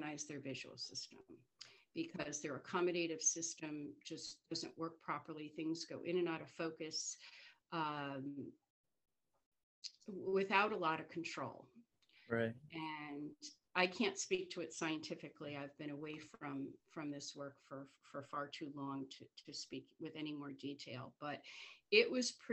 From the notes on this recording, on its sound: First sorry for the zoom format!